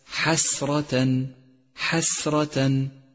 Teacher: سادسا، لاحظ كلمة حسرة، حسرة، وانتبه إلى همس السين وتفخيم الراء، فخمت لأنها مفتوحة